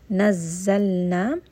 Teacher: زي here also has a شدة. One of the صفات of the letter زي is that it is going to have a little bit of a buzzing. So we are going to make sure to emphasize that a little bit because it does have a شدة.